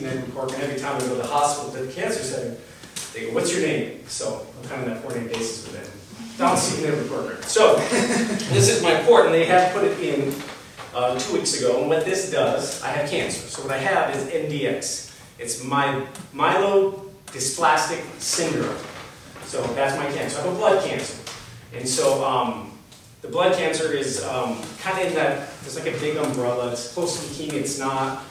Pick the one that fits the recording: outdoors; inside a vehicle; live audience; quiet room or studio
live audience